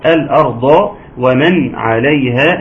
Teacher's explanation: نون ساكنة اتى بعدها حرف العين احد الحروف الإظهار، همز هاء عين حاء غين خاء، وبالتالي حكم الإظهار ويكون واضح.